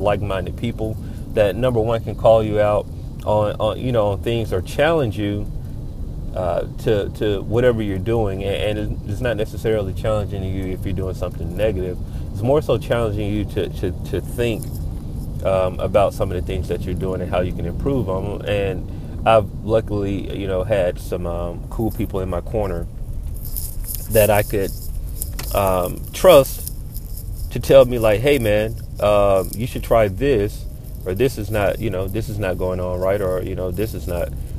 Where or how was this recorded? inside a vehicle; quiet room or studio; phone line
inside a vehicle